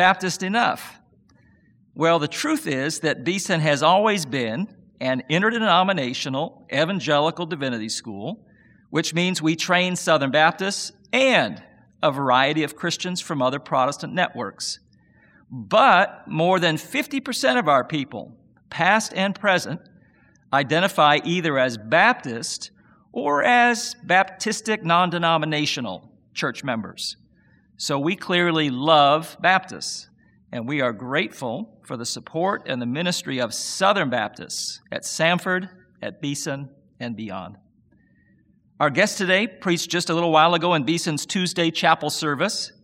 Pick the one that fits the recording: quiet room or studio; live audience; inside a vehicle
live audience